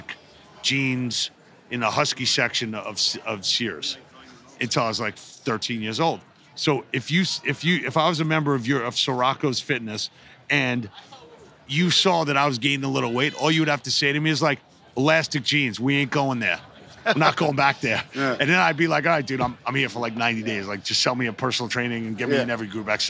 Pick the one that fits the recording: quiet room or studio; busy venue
busy venue